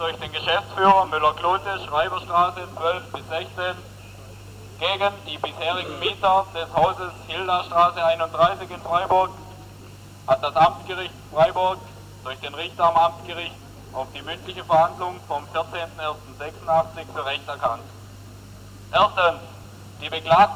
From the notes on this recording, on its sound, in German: Livemitschnitt einer Strassenaktion zur geplanten Räumung der Hildastrasse 31.